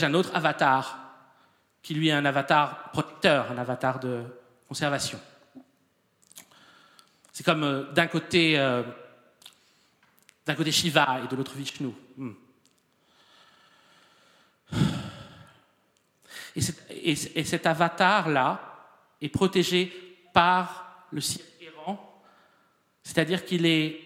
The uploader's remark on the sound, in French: Enregistr&eacute; le 29 novembre 2014 dans la salle Roland Topor Th&eacute;&acirc;tre du Rond-Point. Dans la salle Roland Topor Théâtre du Rond-Point.